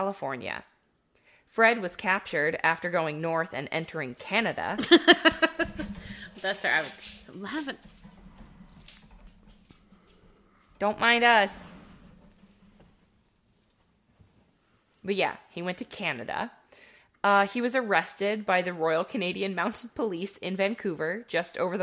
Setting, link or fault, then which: fault, sounds in the background